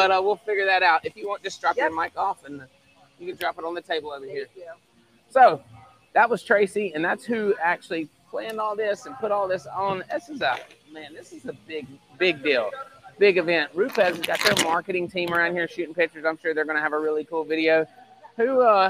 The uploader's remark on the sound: Play by Play is coming to you live from Day 1 of the Falcon One Project.